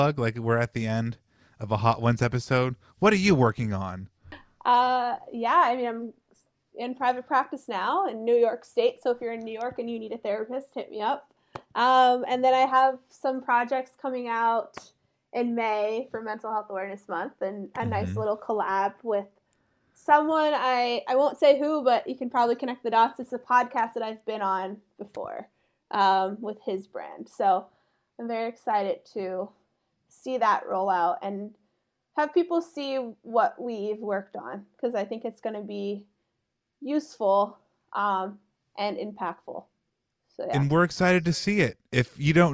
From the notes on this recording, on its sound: Recorded on Riverside